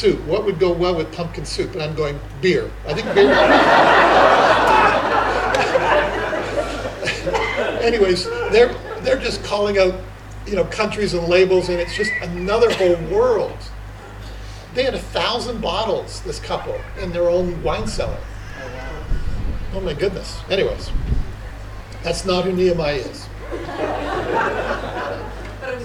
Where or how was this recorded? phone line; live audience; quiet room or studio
live audience